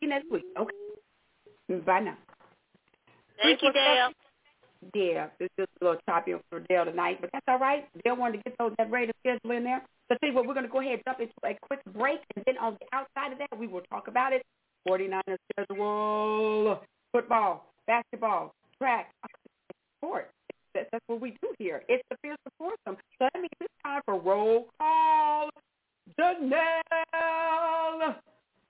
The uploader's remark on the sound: your phone calls